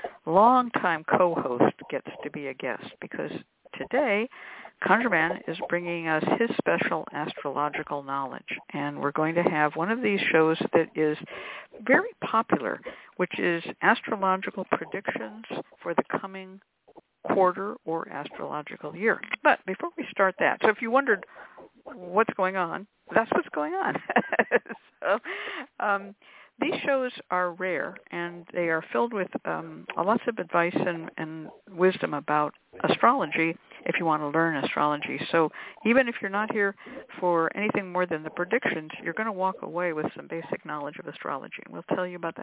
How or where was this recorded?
phone line